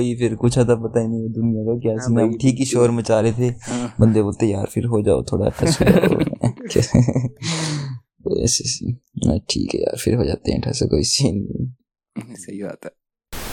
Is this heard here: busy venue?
no